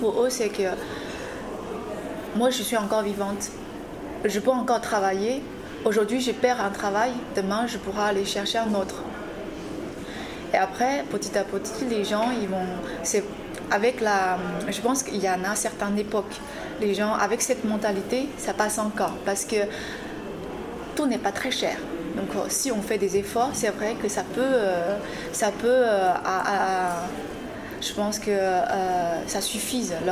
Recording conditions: busy venue